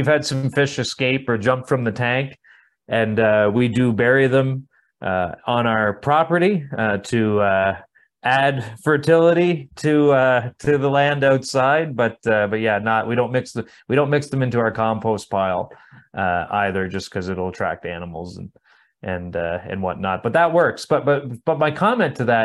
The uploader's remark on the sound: 3rd Annual Virtual Aquaponic Cannabis Conference. Featuring speakers from around the world.